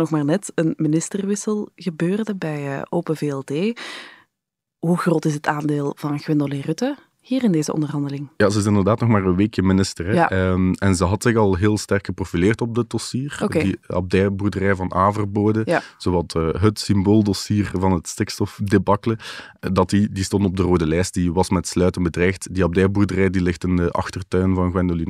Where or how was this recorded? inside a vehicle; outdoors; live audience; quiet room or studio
quiet room or studio